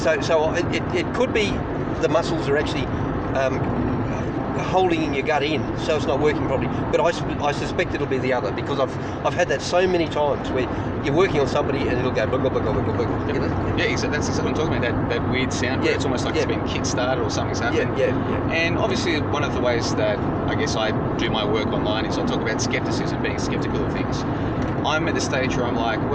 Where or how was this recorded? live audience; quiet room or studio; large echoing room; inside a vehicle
inside a vehicle